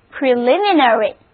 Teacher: 重音放在第二个音节上